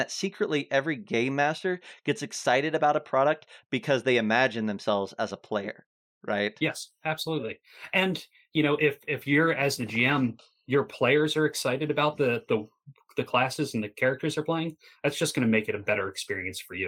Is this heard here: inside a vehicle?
no